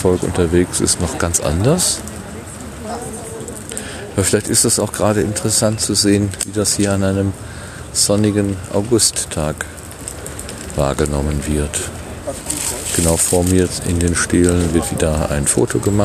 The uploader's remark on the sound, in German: Stelenfeld Berlin. Und so besuchte ich kurzerhand das Denkmal für die ermordeten Juden Europas, das Feld aus über 2000 Betonstelen. Als Aufnahmegerät hatte ich nur mein Smartphone (mit orangefarbenem Windschutz) dabei. Das Gerät hat zwar ab und zu ein paar Silben verschluckt, aber das stört die “Live-Reportage” nicht weiter.